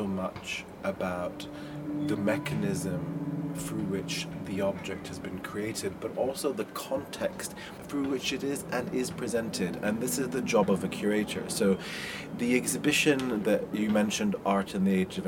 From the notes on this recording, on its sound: Recorded recently, outside at the Bethnal Green Nature Reserve Trust, overlooking the Phytology Medicine Garden.